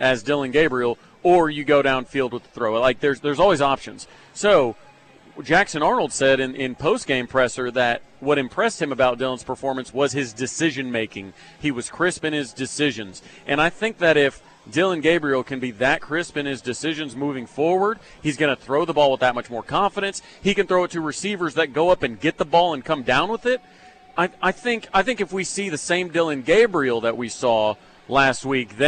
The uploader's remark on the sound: live from The HBC Bob Stoops Charity Golf Tournament at Jimmie Austin